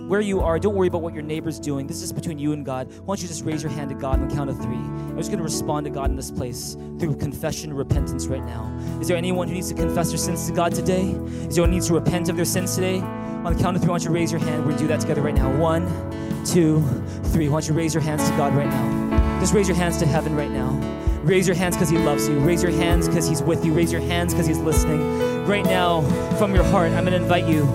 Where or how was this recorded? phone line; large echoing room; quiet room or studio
large echoing room